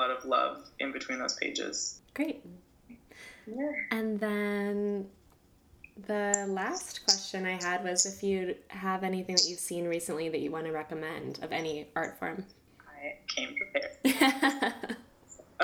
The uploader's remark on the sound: This episode was recorded over Skype.